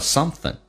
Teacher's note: 以 ing 结尾的一般可以发成前鼻音 something，也可以发成 n 这个发音叫 something